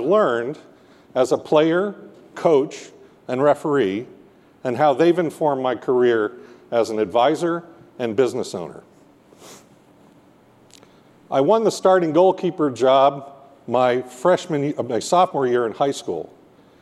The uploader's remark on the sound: Got up on stage at the 2019 KMS Convention in Seattle.